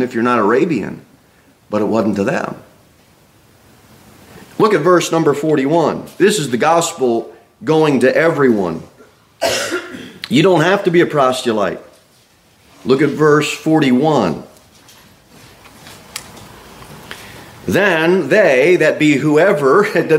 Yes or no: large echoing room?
yes